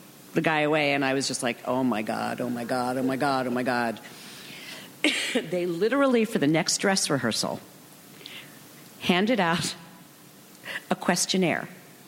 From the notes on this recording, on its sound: Recorded June 5, 2015 at ATX Television Festival.